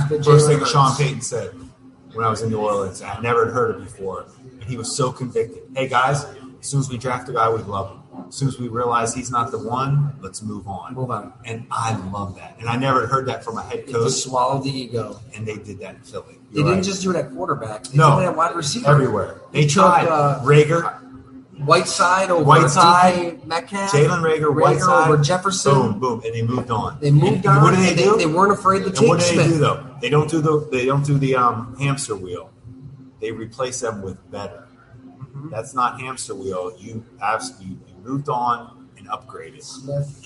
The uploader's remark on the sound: Live from Fattey Beer Company